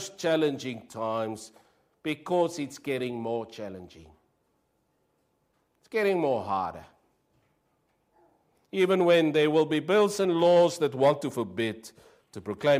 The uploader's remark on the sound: Preached 06/08/23 AM service.